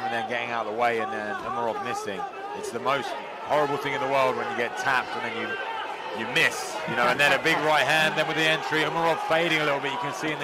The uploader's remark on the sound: Live reaction from cageside at the SSE Hydro for ACB 47: Braveheart.